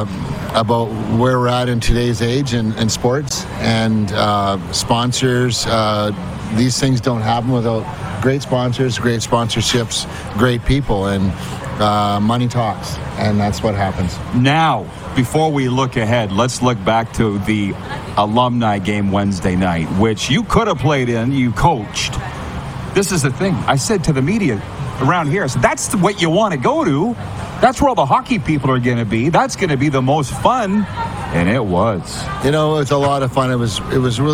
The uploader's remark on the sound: Live from the Beach House in Pompano, FLA